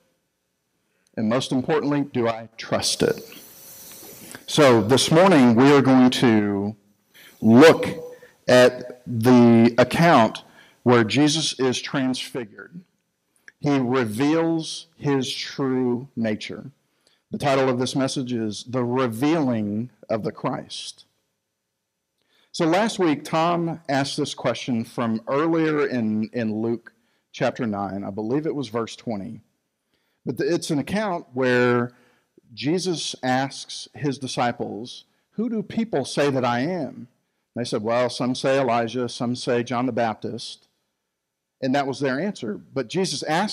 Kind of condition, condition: setting, large echoing room